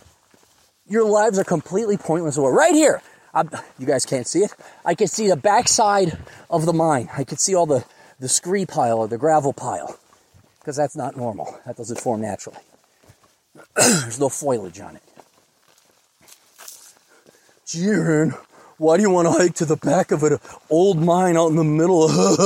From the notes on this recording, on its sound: a short podcast while hiking